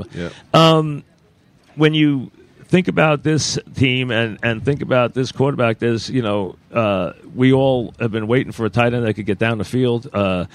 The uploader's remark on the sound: live from Giant camp